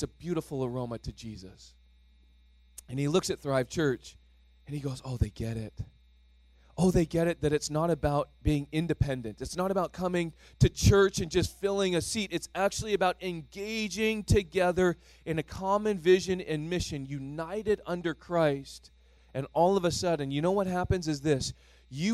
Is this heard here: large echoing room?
yes